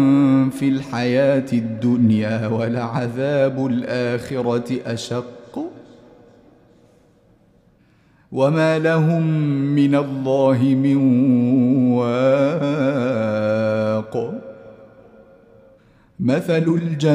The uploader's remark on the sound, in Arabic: مسجل من صلاة التراويح بمسجد السلام بحي مشرفة بجدة.